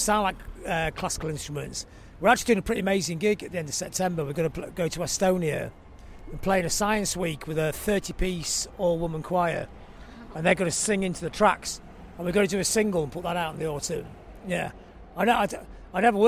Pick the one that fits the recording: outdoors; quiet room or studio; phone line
outdoors